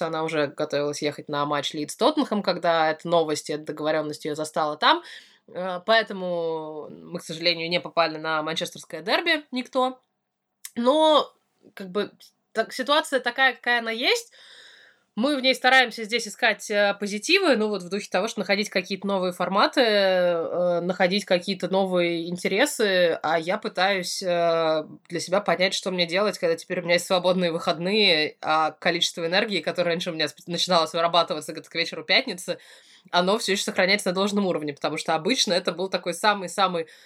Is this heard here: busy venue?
no